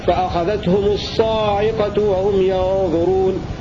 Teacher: وقرأ الباقون بألف بعد الصاد وكسر العين